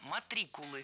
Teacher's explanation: Ударение ставим на второй слог.